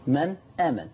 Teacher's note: فأظهرت النون عندما التقت بحرف الهمزة، فالإظهار هو فصل حرف عن حرف